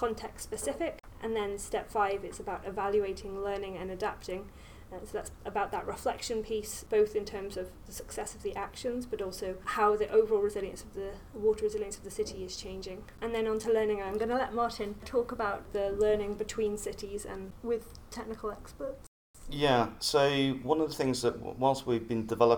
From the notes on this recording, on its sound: we hit the road to conduct live interviews during World Water Week in Stockholm in 2019